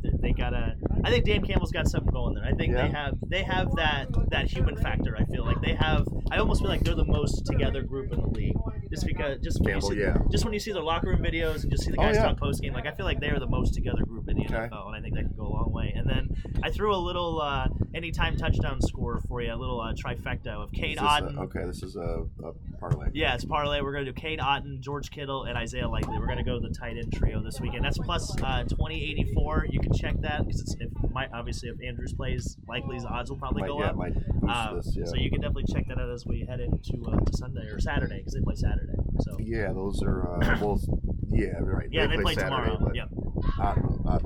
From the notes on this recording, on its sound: Live from Gulfport. On the beach.